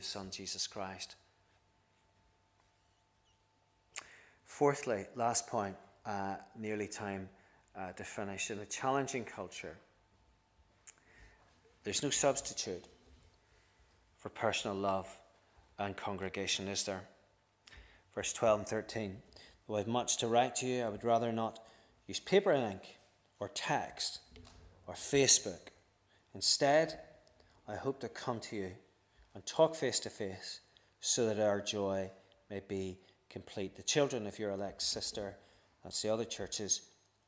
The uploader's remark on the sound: This is the recording of the Bible reading and sermon from our evening service on Sunday 25th June 2023.